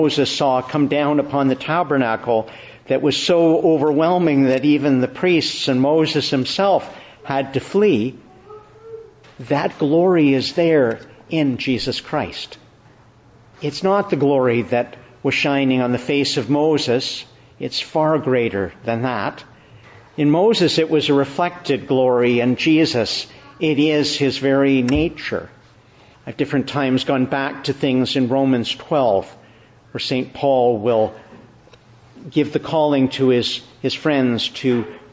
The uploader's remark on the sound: Morning Service. Preached in the Annunciation of the Blessed Virgin Mary, Ottawa.